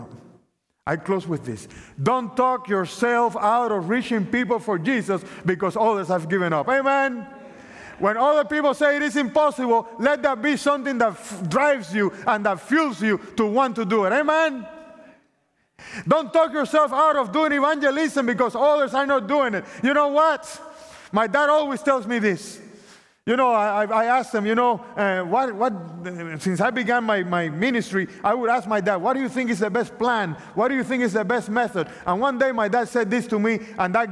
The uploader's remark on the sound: opening presentation of the 2023 Propel Conference